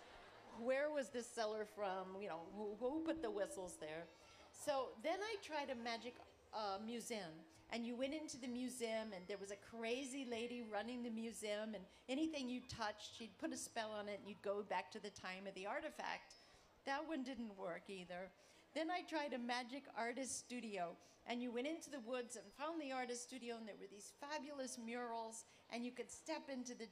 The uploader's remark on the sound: appear at the 2012 Library of Congress National Book Festival